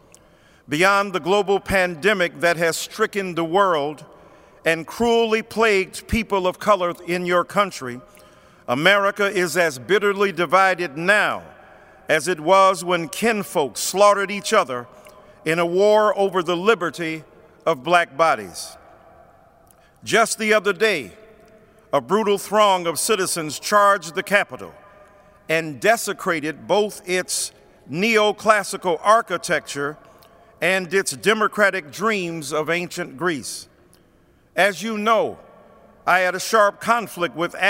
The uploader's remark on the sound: preached at Washington National Cathedral